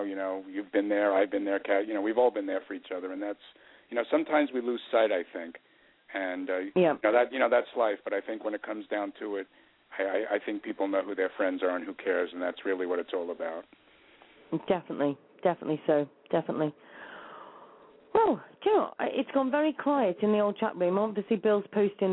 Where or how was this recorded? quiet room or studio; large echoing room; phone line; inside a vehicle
phone line